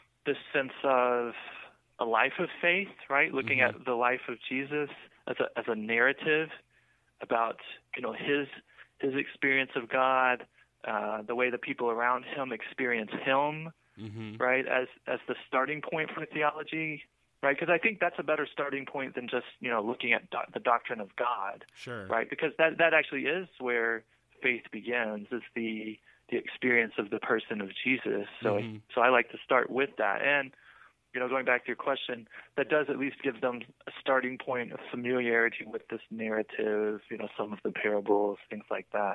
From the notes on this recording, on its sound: This episode was recorded late this past summer and features the return of phone interviews!